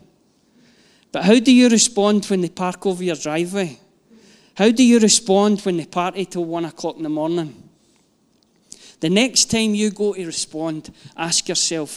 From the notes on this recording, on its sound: Live from our Sunday gathering